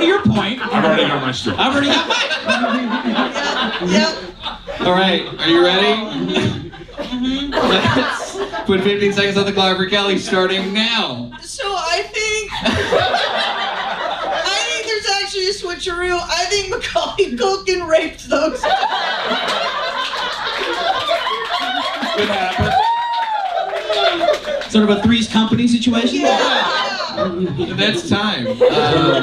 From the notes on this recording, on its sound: Recorded live at The Comedy Store.